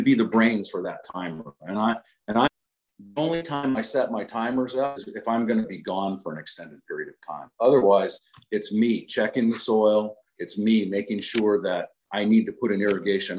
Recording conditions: video call